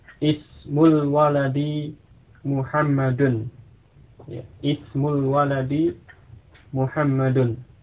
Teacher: Jadi di awal kalimat ini dibaca dengan jelas hamzahnya, ismu, diucapkan.